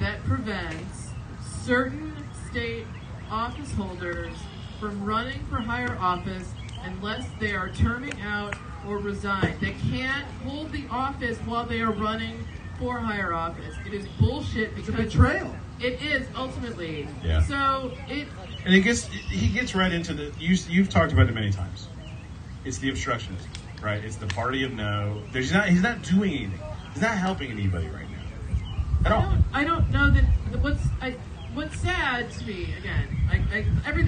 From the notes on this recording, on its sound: LIVE from the amphitheater in Stephen's Lake Park in Columbia, MO